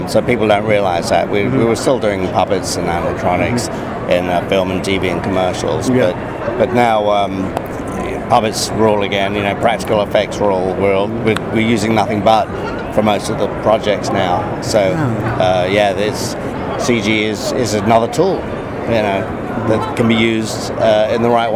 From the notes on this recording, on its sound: conducted at Awesome Con in Washington DC